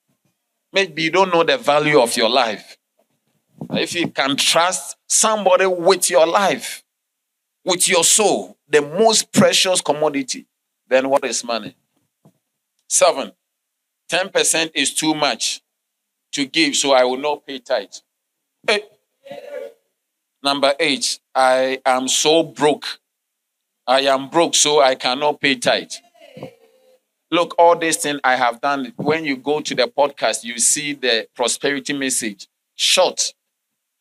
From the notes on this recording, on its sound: Sermon delivered on Sunday, April 2, 2023, at LCI Mega-Church in Cape Town, South Africa.